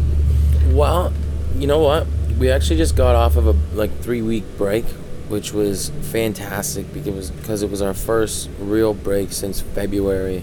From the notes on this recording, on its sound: This month, we were at the Area 506 festival in Saint John, hosting a special "strange" lounge backstage for all the artists.